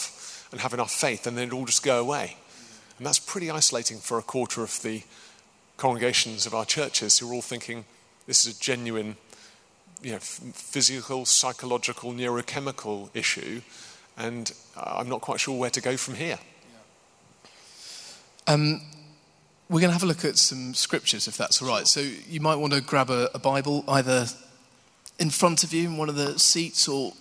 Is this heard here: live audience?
yes